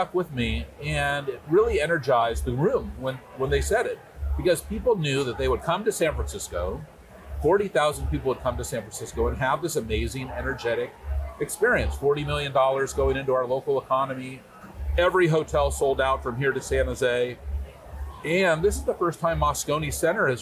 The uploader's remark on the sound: A special episode at Dreamforce, the software and cloud giant's annual technology conference in San Francisco. This year's Dreamforce attracted 40,000 attendees.